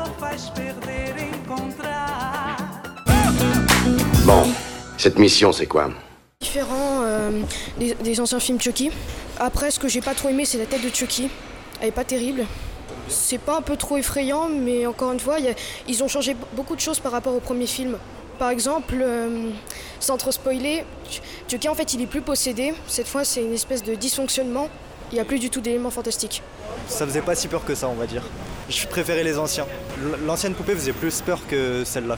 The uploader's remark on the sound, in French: Malgré une canicule qui pointe méchamment le bout de son nez. Enregistré au Hurling pub (8 Rue Descartes, 75005 Paris), le vendredi 21 juin 2019.